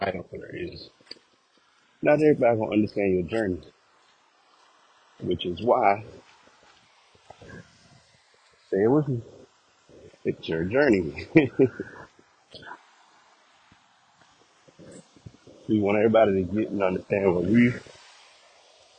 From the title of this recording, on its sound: Walking Recording